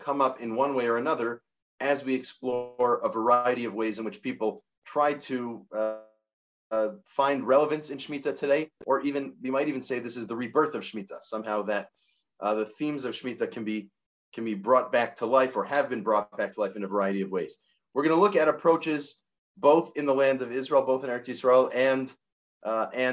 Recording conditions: video call